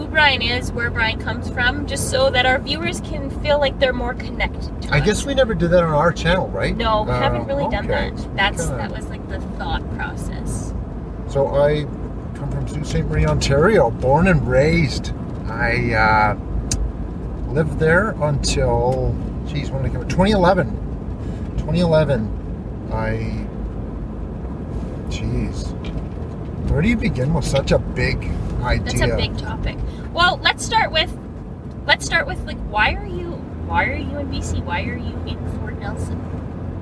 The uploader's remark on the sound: The Driving Episode